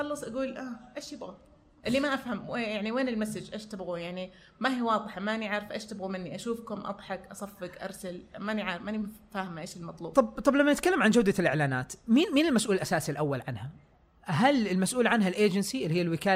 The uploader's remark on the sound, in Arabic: قمنا بدعوة المستمعين للحضور لفعالية تسجيل حلقة بودكاست بصراحة